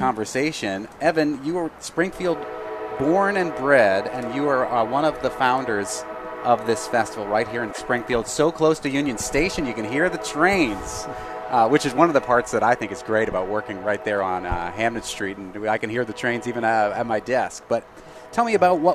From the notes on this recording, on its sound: The Fabulous 413 is live in the streets of the Fabulous 413. We’re broadcasting live from the kick off to the Springfield Jazz & Roots Festival . We'll be joined live in front of The Student Prince on Fort St.